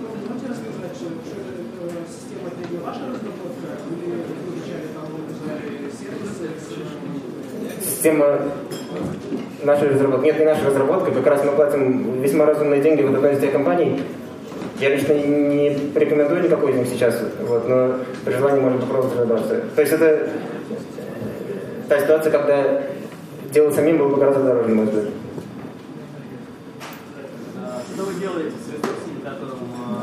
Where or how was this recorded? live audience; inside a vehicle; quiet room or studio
live audience